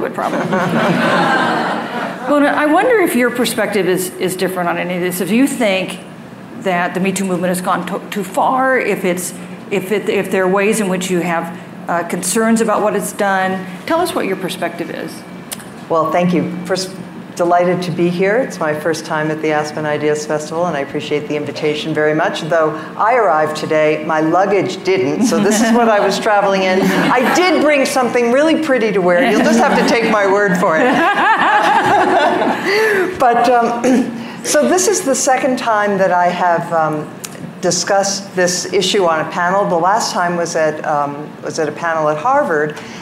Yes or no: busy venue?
yes